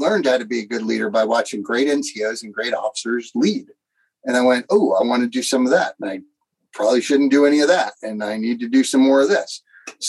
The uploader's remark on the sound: Zoom to Zoom